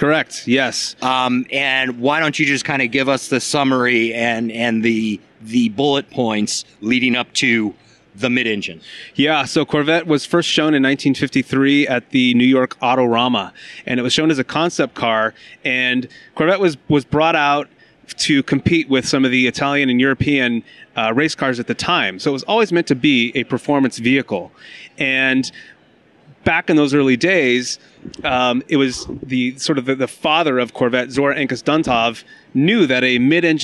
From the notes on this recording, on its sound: I did get to sit in one and record a podcast at the LA Auto Show.